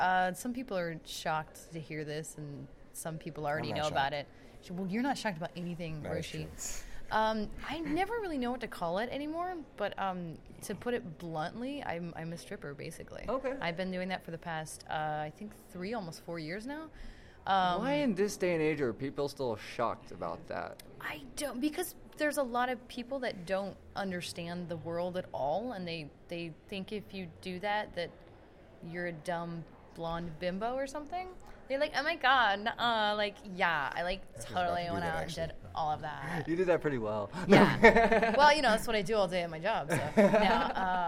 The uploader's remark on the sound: This was record the last day of Wondercon near the end of the convention. Sorry about the noise, it is hard to find a quiet spot at a convention.